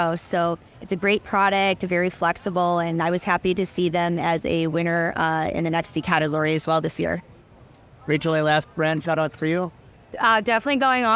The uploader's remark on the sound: Brand Buzz at Expo East 2023. From INFRA’s time at Expo East.